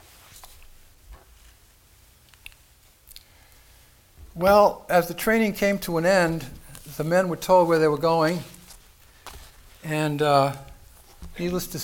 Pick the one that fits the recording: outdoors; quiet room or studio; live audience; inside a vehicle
live audience